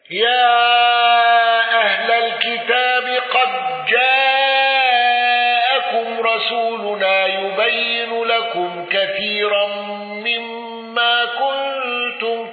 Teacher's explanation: ابن ذكوان بتوسط المنفصل والإمالة